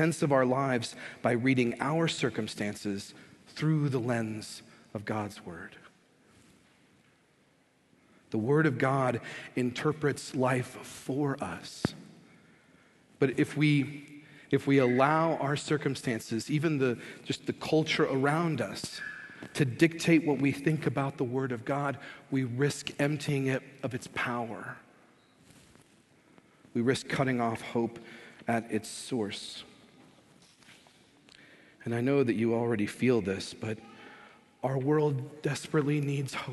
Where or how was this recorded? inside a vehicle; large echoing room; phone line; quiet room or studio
large echoing room